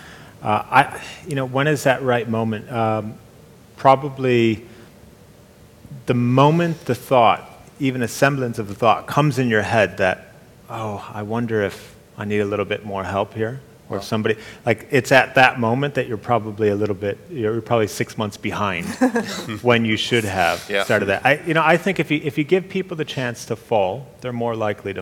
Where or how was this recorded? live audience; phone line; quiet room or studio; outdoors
live audience